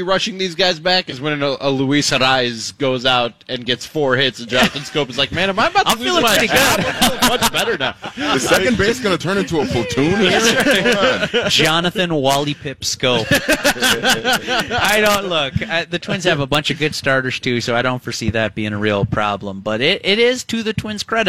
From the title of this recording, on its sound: The First-Place Twins Show LIVE from CHS Field in St. Paul!